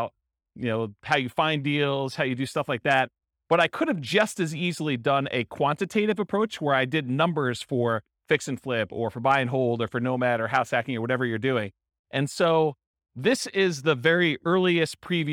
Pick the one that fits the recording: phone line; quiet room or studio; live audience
live audience